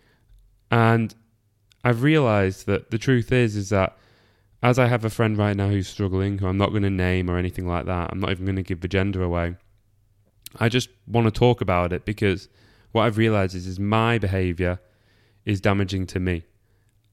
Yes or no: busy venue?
no